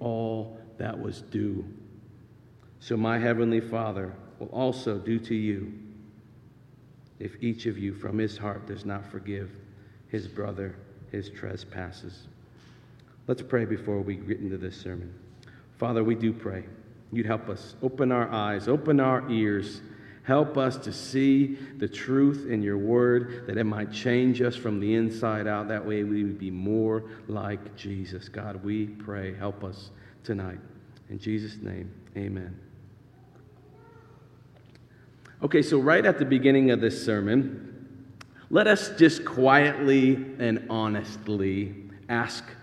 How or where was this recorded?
large echoing room